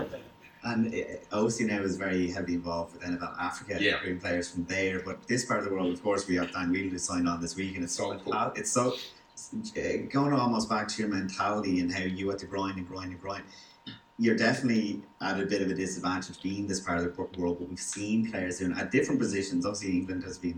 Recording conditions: poor sound quality